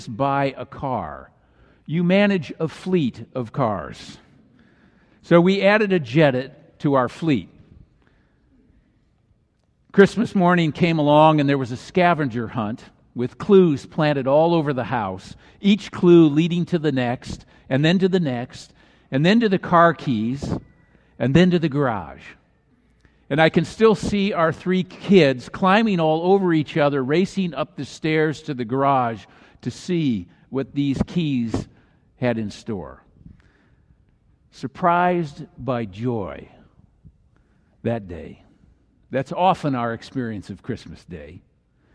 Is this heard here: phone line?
no